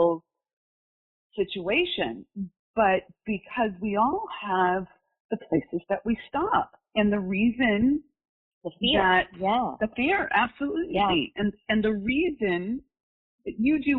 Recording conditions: poor sound quality